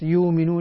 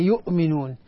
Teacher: حفص يحقق الهمزات بهمزة محققة · Shown in: second take